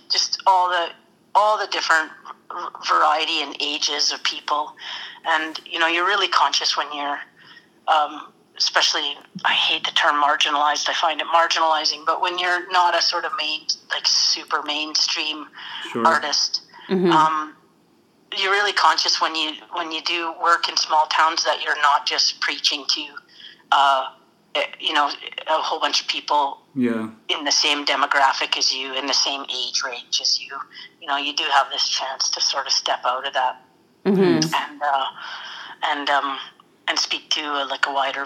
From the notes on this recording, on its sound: get a phone call